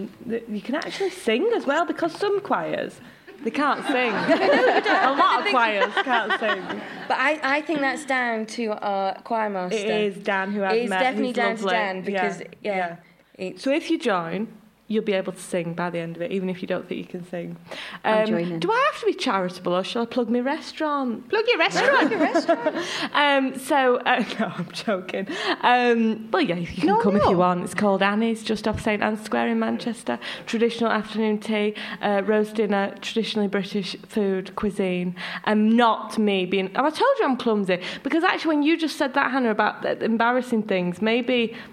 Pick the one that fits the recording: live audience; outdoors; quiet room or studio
live audience